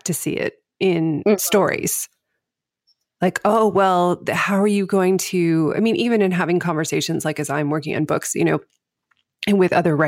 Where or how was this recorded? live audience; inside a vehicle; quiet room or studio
quiet room or studio